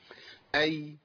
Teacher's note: الياء اللي هي بتخرج من وسط اللسان مش الياء الماديه